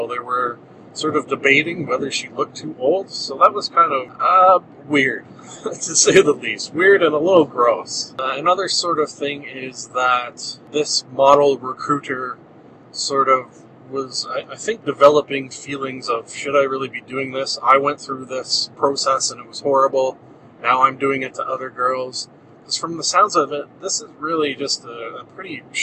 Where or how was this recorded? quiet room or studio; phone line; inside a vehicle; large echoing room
inside a vehicle